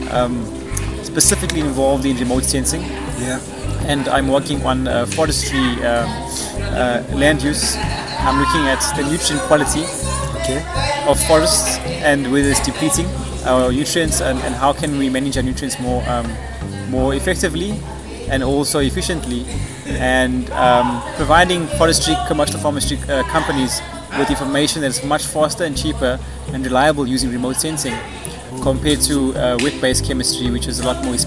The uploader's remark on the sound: brought to you live from Vida E Caffe in Rondebosch